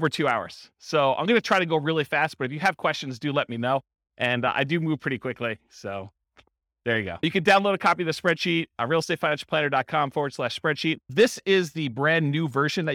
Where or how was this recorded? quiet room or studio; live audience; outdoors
live audience